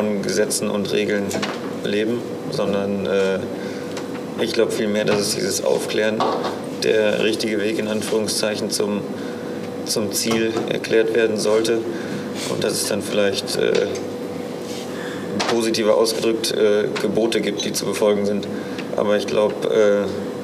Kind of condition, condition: setting, busy venue